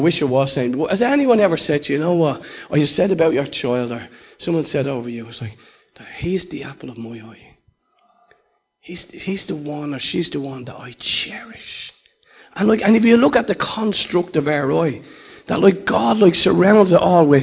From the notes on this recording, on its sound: Recorded live in Liberty Church on 30th June 2019